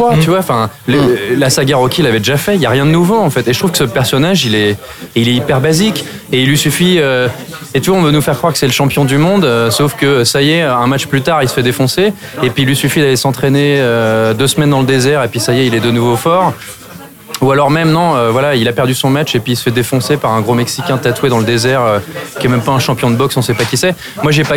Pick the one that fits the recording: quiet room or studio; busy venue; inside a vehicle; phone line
busy venue